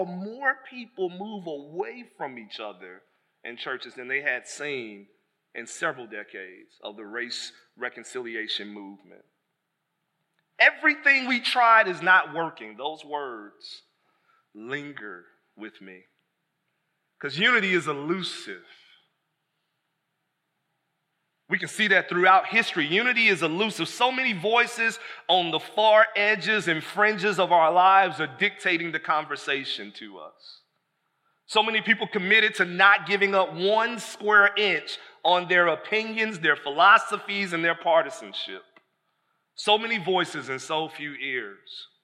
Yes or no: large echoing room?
yes